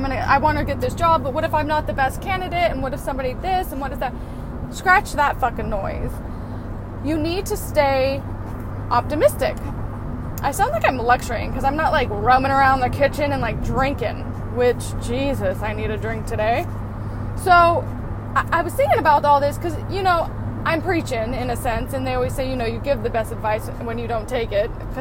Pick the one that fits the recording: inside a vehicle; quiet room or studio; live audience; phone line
inside a vehicle